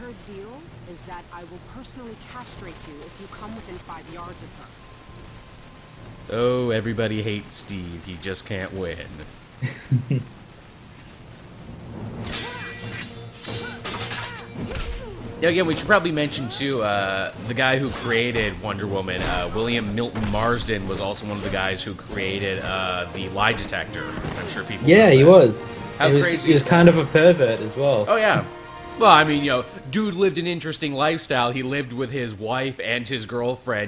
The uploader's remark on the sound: Sorry for the fuzzey audio, there were microphone troubles we didn't know about until we were done recording. Believe it or not it sounded much worse.